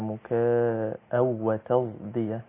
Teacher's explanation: خطأ إنما كما قال الإمام الشاطبي هي صاد مشماه بالزاي يعني بدل ما أجيب صفير الصاد أجيب صفير الزاي